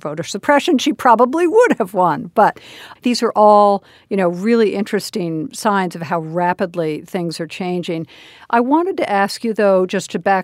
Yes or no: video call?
no